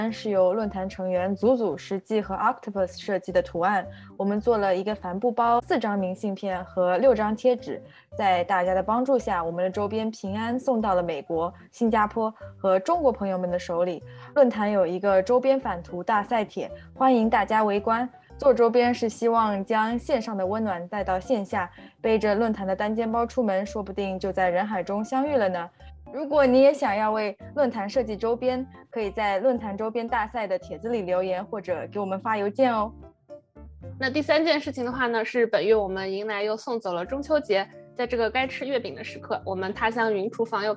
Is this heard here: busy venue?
no